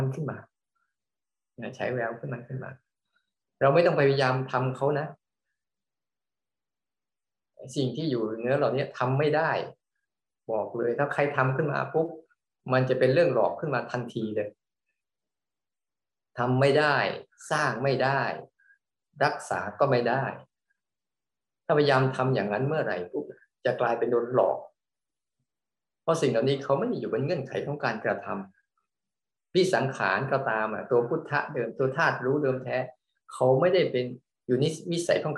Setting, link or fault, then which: link, video call